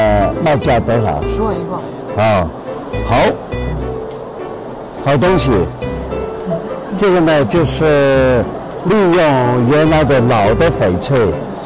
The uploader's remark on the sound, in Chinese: 亲临亚洲最大石展上，现场教授翡翠淘货技能。